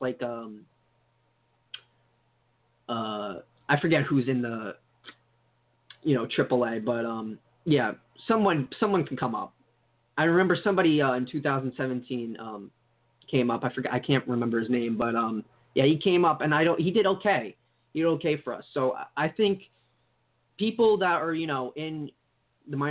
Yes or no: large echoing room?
no